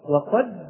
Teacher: من أين تخرج الدال؟ تخرج من طرف اللسان مع ماذا؟ مع أصول الثنايا العليا